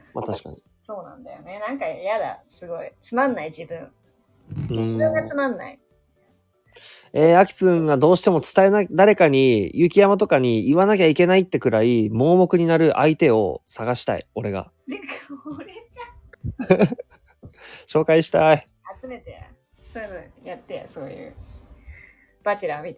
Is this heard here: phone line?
no